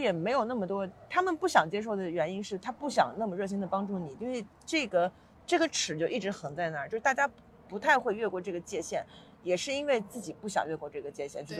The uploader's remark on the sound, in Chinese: 此刻我坐在纽约的中央公园